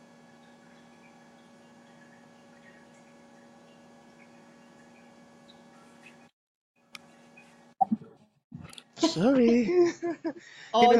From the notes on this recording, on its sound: had some challenges with recording this episode, fault's from the video conferencing app, please bear with us!